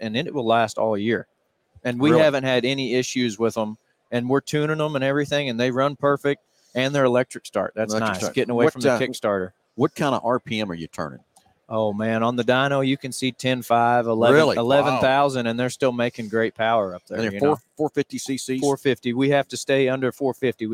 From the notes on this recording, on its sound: Live from PRI Trade Show in Indianapolis, IN.